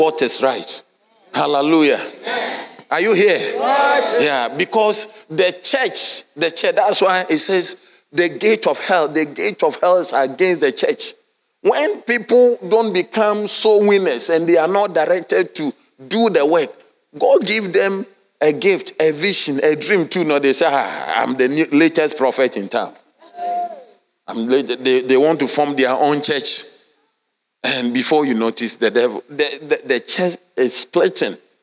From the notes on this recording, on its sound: Sermon delivered on Sunday, September 17, 2023, at LCI Mega-Church in Cape Town, South Africa.